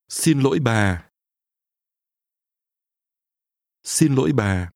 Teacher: Notice that your voice falls at the end.